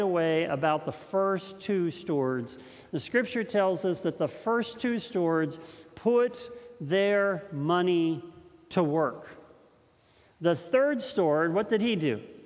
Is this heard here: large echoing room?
yes